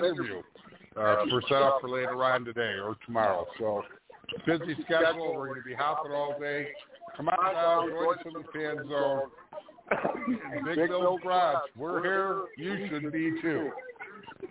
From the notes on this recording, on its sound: Live from doubleheader Trucks and Xfinity